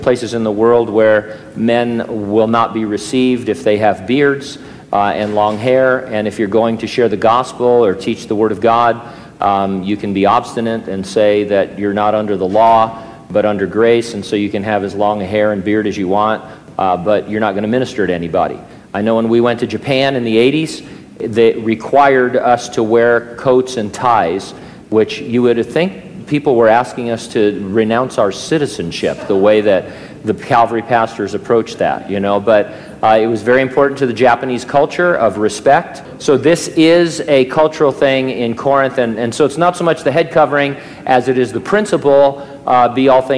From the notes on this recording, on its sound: during a live Q&A session